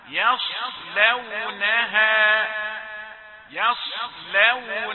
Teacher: الصاد من حروف التفخيم والياء رقيقة، فلا بد أن تقول يا يص يص، ثم تأتي اللام رقيقة أيضا.